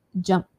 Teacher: Can you hear the T ending there? T. So light, just the air coming out.